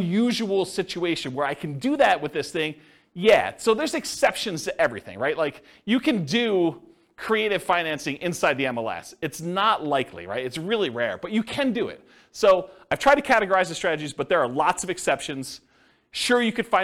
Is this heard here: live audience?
yes